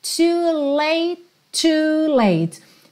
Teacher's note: Como ele fala late e já tem outro to na sequência, esses dois T's viram um T só.